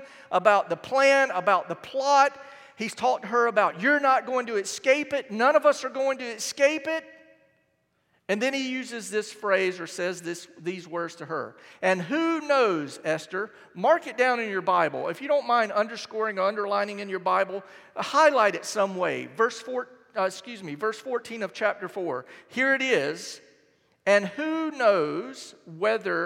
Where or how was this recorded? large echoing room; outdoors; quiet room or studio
large echoing room